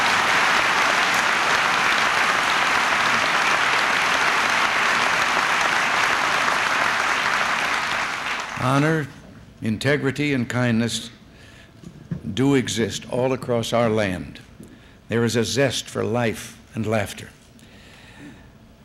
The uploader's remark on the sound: The president delivered remarks at the Dixon High School Gymnasium.